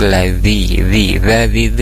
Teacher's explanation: ujung lidah ke ujung gigi seri atas